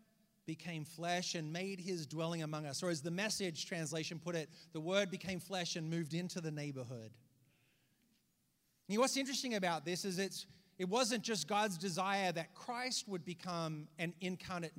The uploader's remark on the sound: preached this message on December 24th at our Downtown communiy